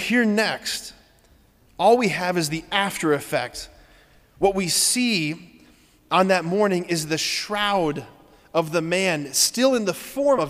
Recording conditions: large echoing room